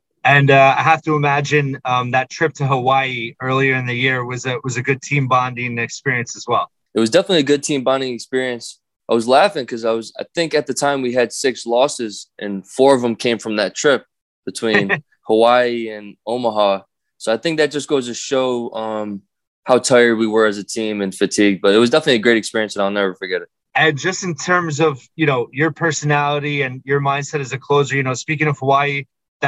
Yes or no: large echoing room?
no